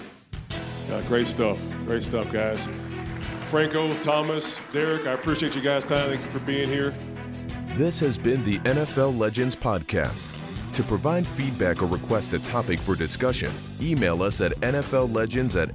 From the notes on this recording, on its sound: Recorded at the NFL Walter Payton Man of the Year Reception at Super Bowl LII in Minneapolis